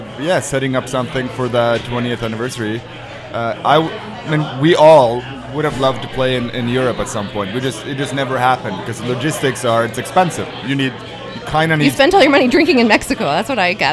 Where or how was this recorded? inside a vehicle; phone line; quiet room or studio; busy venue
busy venue